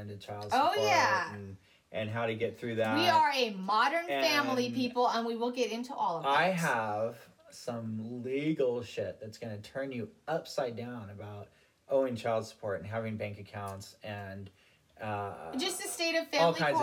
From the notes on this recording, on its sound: I'm sure we will look back on this pilot episode and laugh at our tin can acoustics. Hey, we're too cheap to buy microphones at this point. (Our studio also consists of a couple Tommy Bahama beach chairs and a toolbox that we're using as a desk...)